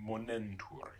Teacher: the E shortens before the third person plural ending ntur